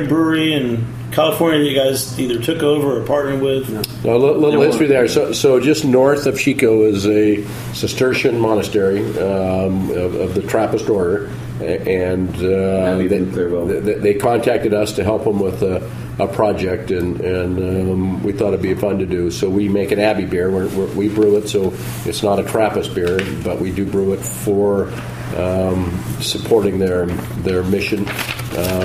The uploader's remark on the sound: Recorded off-site at Jimmy's No.